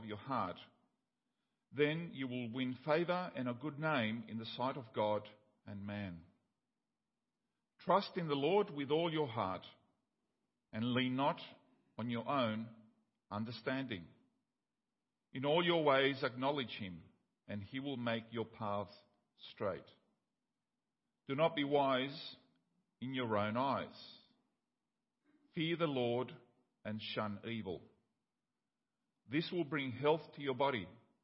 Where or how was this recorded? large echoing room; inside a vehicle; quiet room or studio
large echoing room